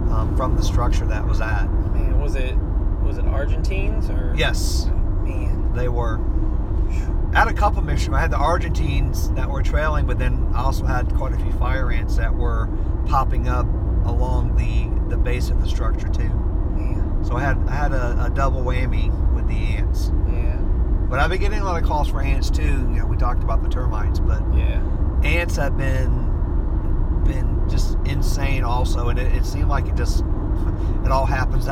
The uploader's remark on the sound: on the road to sunny Orlando Florida and decided to record a roadcast